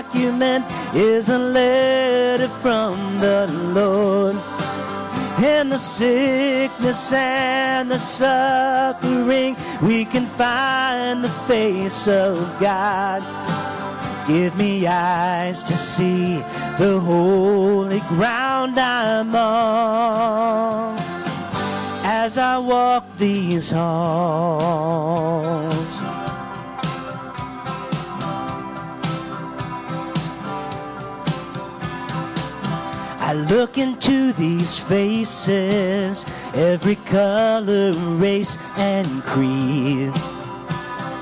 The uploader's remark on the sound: Live from North Vernon Indiana. This week’s episode was recorded live on Sunday Morning, June 11th, 2023, from North Vernon, Indiana, at the Church of the Nazarene.